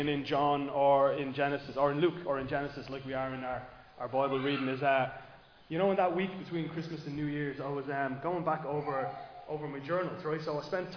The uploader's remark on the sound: Recorded live in Liberty Church on 14 January 2024